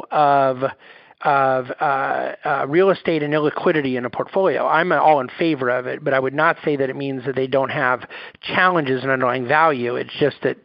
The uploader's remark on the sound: National Conference Call Replay